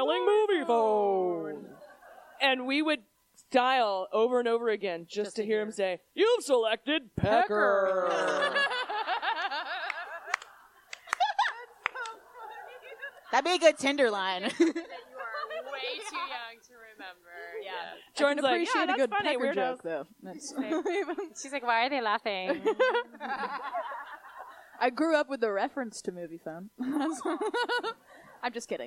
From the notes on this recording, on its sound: We're live this week from The Miracle Theatre in DC!